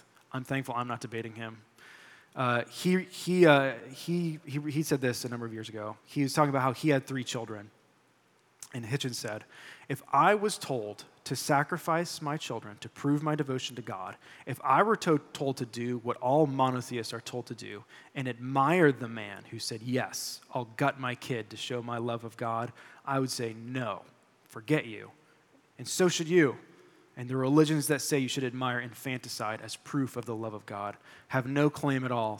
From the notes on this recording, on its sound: delivered this sermon during our July 23, 2023, Sunday worship service